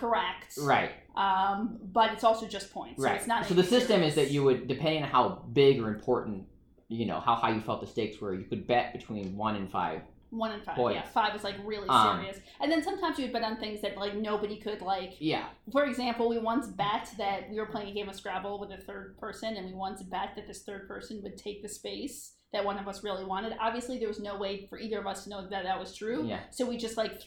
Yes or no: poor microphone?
yes